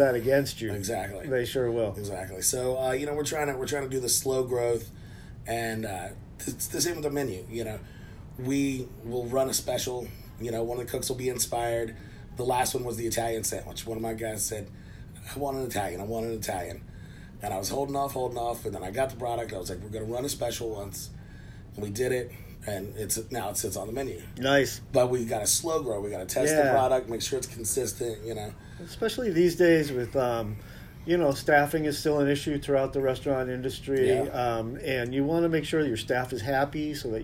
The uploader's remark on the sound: For the first time ever, I went into the field to record the podcast on site. At The Odditorium.